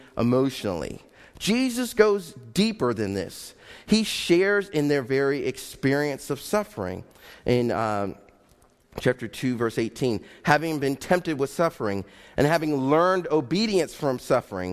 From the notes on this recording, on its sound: Faith Baptist Church in Hamilton, NJ.